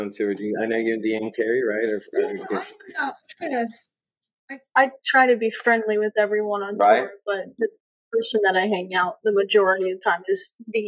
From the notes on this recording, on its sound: I DID MY BEST TO EDIT THE SOUND TO MAKE IT AS CLEAR AS POSSIBLE. I AM STILL LEARNING AND SOMEDAY WONT HAVE THIS ISSUE.